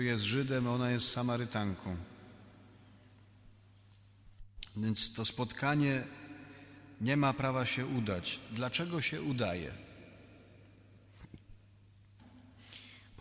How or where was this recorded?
live audience